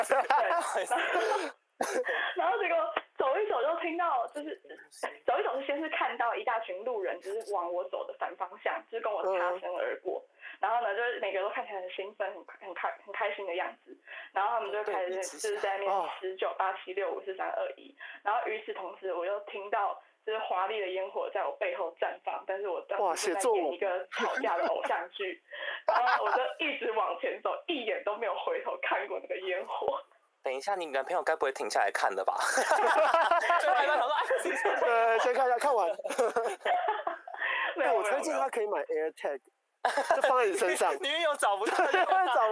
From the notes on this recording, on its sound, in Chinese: 音質受損。連線PART。我們的音訊設備在後半段錄音的時候壞了。